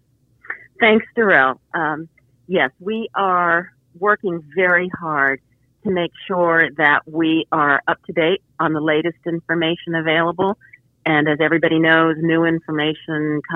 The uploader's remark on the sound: talks by phone